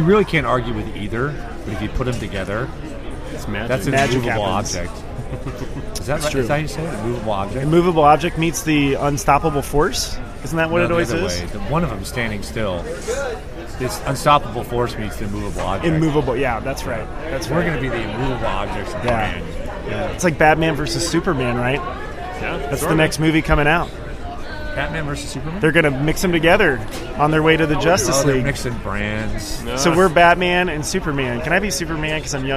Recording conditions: busy venue